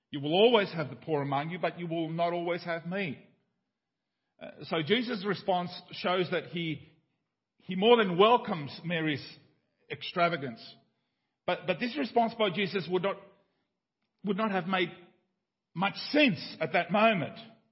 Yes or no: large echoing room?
yes